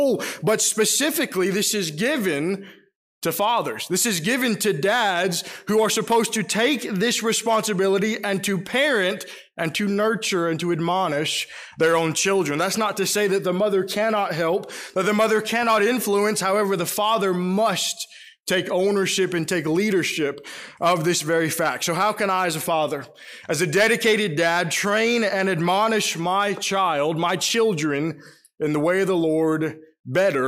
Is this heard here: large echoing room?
yes